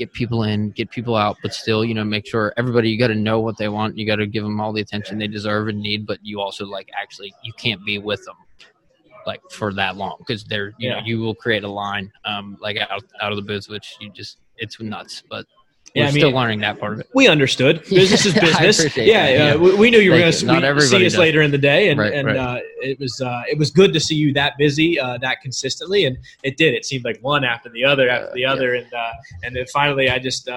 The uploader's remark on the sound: This week, we are bringing you TWO interviews live from the PGA Merchandise show in 2020.